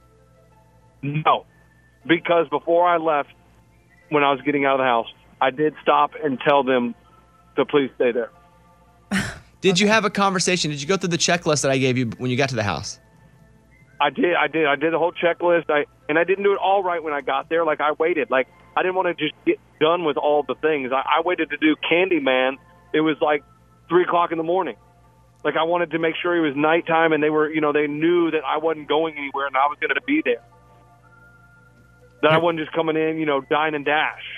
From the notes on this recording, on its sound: He called